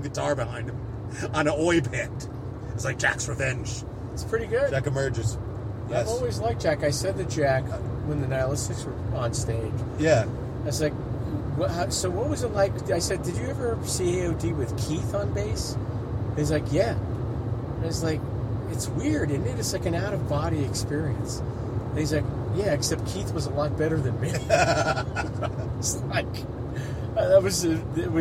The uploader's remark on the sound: Recorded July 4th on my stoop as people streamed up the block in an attempt to see Macy’s fireworks. A recording of an old phone call.